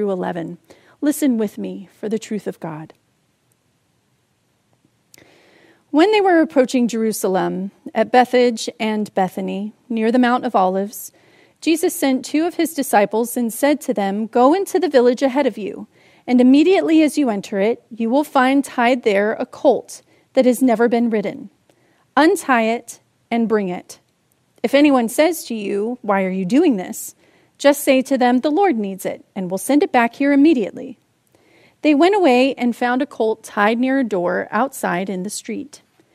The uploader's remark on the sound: Palm Sunday message delivered during the Contemporary Worship Service. San Marino Community Church.